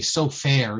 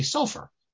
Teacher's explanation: the accent for Ashkenazim is on the first syllable. So therefore, that's why the last syllable is lessened. · Shown in: second take · So you don't say so fair, you say sofer.